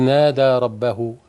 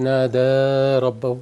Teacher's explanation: نادى ربه مد طبيعي ما فيش بعده همزة، كل حرف مد بعدهش همزة وخله مد طبيعي حركتين · Shown in: first take